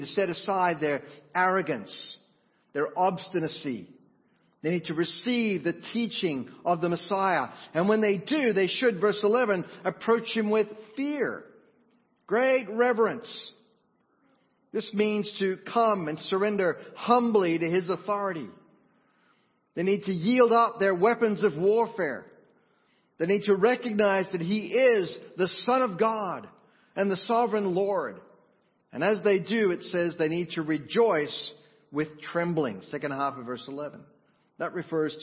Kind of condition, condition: setting, large echoing room